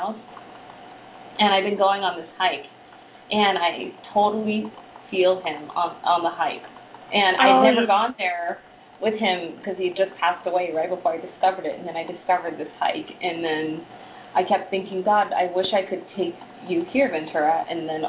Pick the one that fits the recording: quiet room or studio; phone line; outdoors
phone line